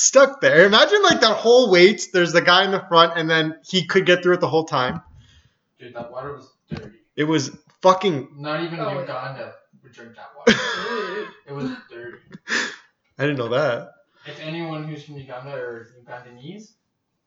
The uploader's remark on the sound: I really fucked this one up, listen if you want, sounds like ass the whole way through.